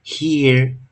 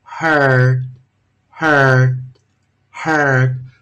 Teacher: 如果一个不规则变化到 here 变 her 的时候啊，它是一个双元跳成长儿音